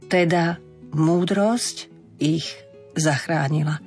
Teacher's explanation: A vtedy nám nebude robiť ani problém toto slovné spojenie ich zachránila, čo by v tej plynulosti malo zaznieť ako ih. I na konci slova ich by malo byť znelé h.